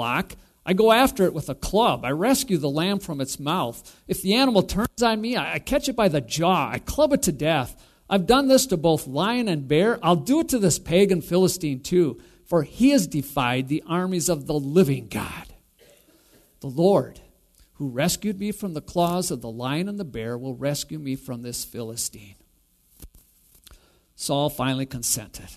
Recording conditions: live audience